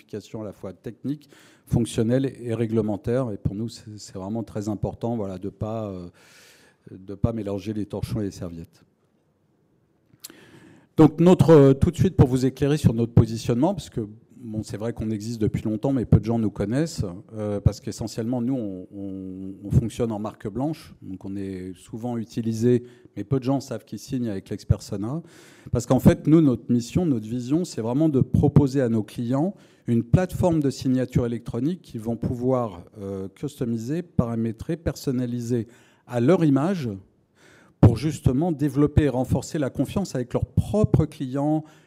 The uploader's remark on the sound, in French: Une conférence des RDV des Transformations du Droit - 7ème édition, le 5 octobre 2023.